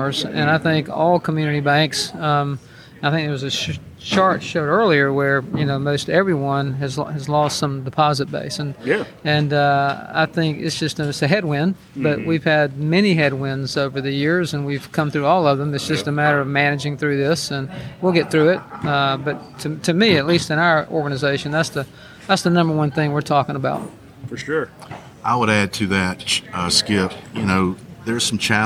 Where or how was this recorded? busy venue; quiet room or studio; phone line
busy venue